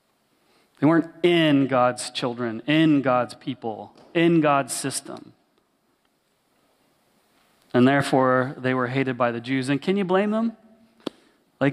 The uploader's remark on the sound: Sermon recorded at Willow Creek Baptist Church in Midhurst, Ontario.